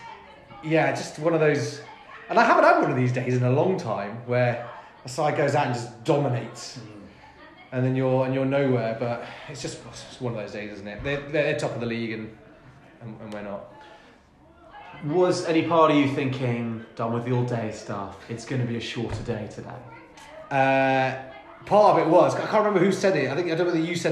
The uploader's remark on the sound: It's another post-match changing room special, another in-person record